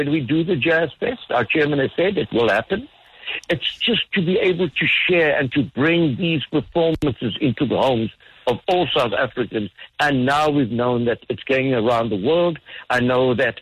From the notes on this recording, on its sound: joined on the line